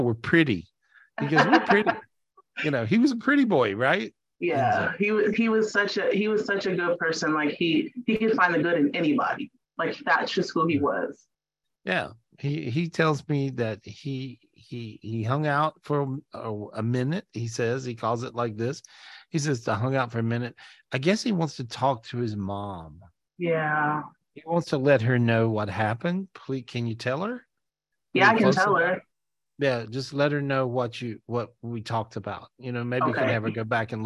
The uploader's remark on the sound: This was recorded LIVE on Zoom.